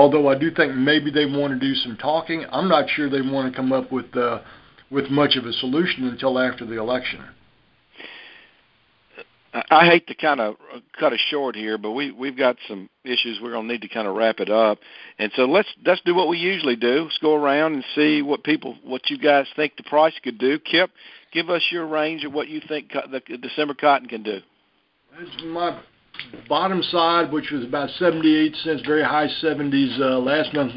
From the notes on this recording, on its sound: Monthly Conference Call On Cotton.